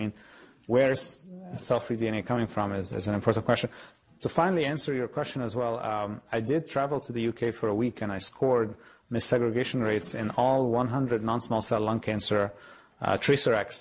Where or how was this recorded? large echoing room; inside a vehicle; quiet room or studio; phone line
large echoing room